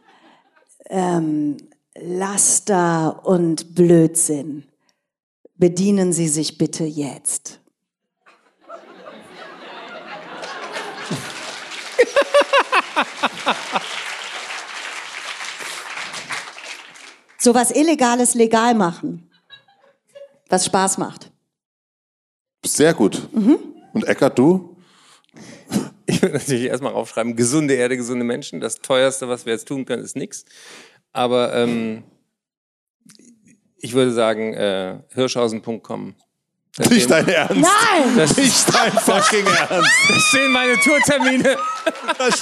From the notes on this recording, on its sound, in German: Wir sprechen Live vor Publikum im Kölner Gloria über Verantwortung, Glück, Glaube und Illusionen.